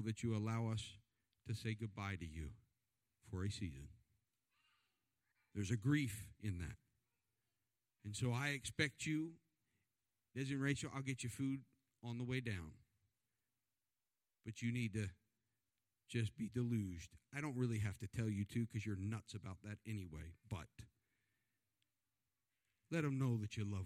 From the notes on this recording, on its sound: This service was recorded live on August 29th, 2021 at Newark UPC.